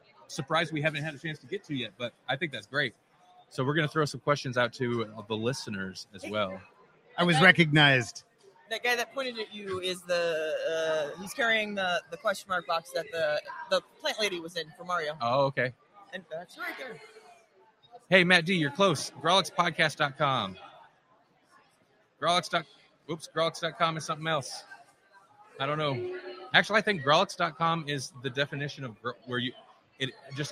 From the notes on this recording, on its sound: Live from O Con Expo 2019 in Council Bluffs, Iowa!